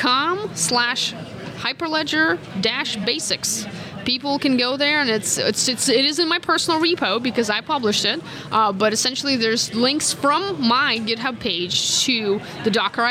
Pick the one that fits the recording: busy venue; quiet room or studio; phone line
busy venue